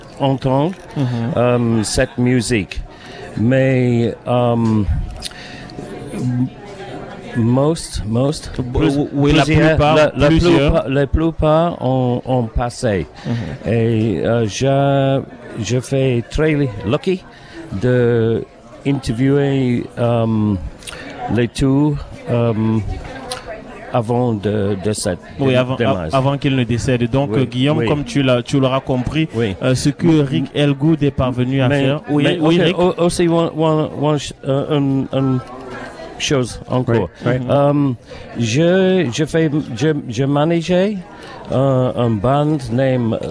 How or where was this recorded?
busy venue